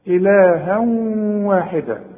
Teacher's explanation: إلها إذا وقفت هتديها ألف كاملة هتقول إلها، إذا وصلت يبقى فيه عندك الواو، والواو إلها واحدة، الواو من حروف الإدغام، يبقى حدغم وغن وكأن الواو عليها شدة